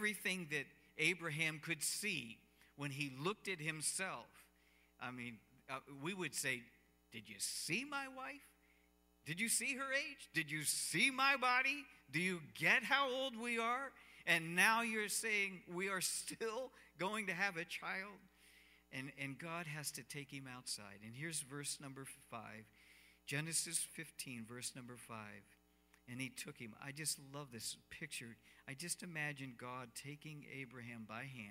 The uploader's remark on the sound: Cornerstone Fellowship Sunday morning service, streamed live on Dec 13, 2020.